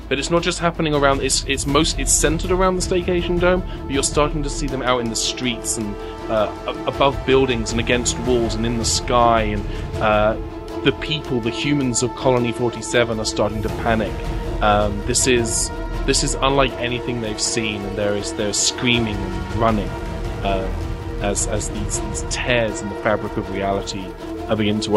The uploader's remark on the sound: Recorded at Geeky Teas & Games in Burbank, CA.